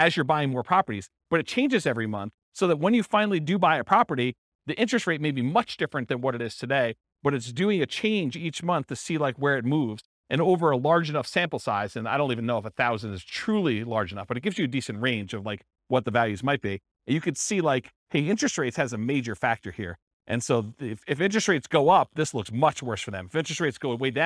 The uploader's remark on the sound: This was a live class recorded